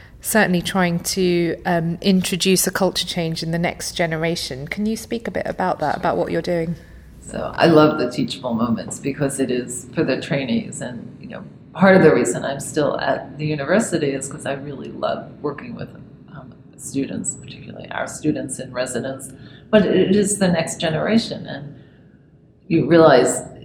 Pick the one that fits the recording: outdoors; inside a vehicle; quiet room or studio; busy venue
busy venue